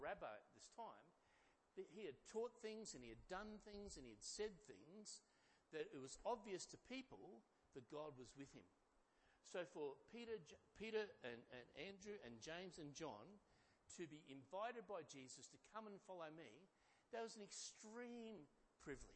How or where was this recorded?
large echoing room